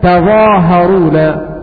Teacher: بتخفيف الظاء والهاء وفتح التاء